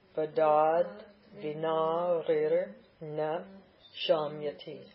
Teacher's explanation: The t, the dental t, becomes d because of the soft consonant of vina.